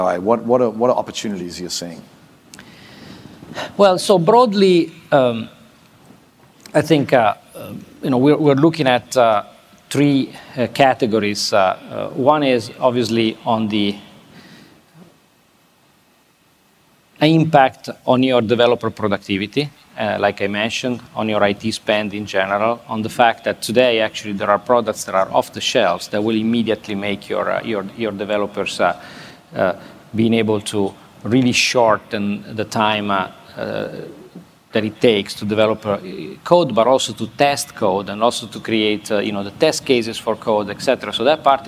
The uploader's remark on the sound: This interview was recorded at Fintech Nexus USA in New York City on May 10. This interview was recorded at Fintech Nexus USA in New York City.